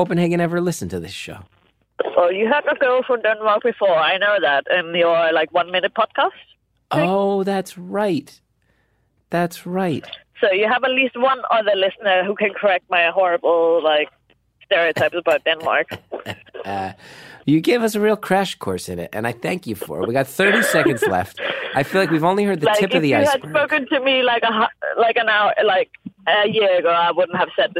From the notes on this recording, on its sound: Freetown Christiania is an area in Copenhagen where there are no laws and anarchy rules. This week’s caller is walking there.